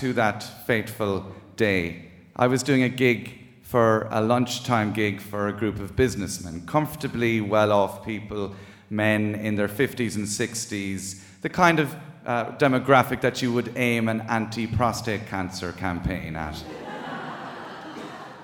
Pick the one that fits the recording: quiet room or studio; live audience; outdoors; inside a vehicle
live audience